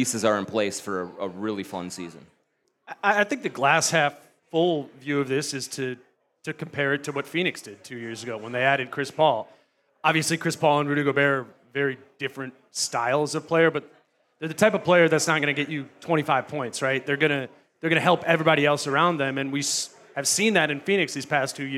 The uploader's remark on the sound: At a PACKED Headflyer Brewing. Answer audience questions in front of a large crowd at Headflyer Brewing.